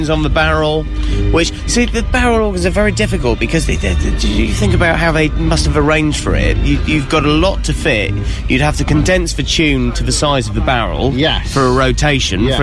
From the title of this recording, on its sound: Outside Broadcast from the Great Dorset Steam Fair